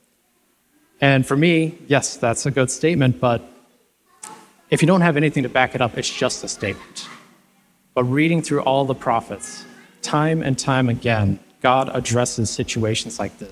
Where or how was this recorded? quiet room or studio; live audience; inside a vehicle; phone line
live audience